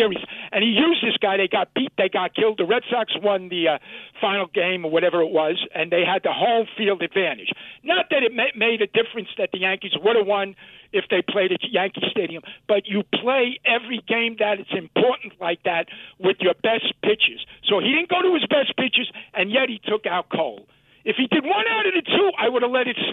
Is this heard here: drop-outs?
no